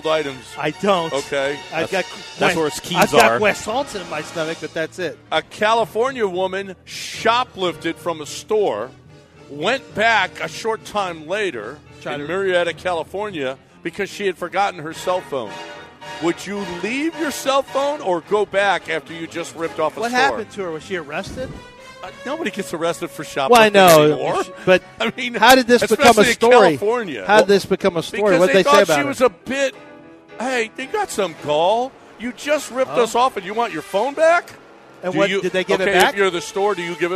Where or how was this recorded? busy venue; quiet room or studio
busy venue